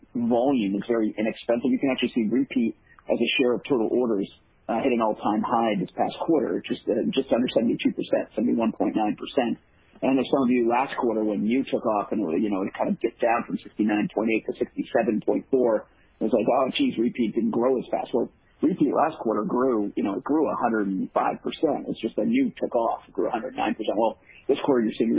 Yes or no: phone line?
yes